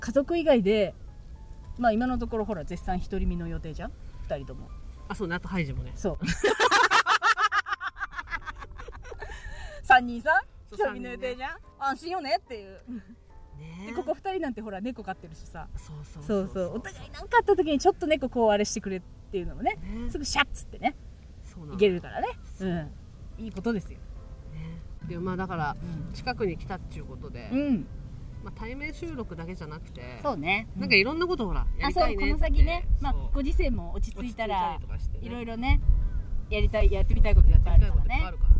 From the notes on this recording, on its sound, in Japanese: 青空収録月間で音悪くてごめんなさい